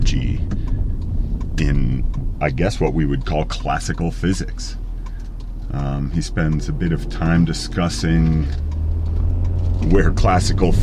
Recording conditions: background noise